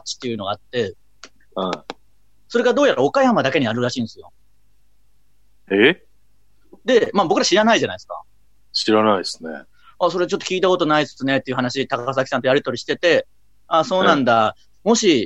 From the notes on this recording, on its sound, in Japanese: 今夜も2度目のリモート配信。